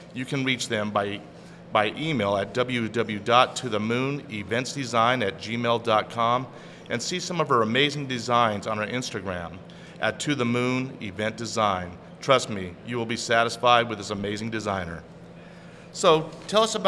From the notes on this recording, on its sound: Recorded at Golf Club at Sunrise